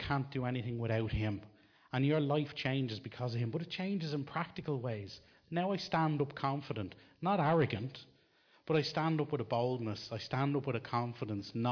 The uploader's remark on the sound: Recorded live in Liberty Church in 2019